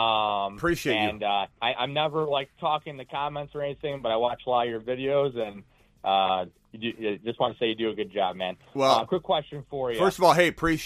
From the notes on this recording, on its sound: Phone Calls and Questions.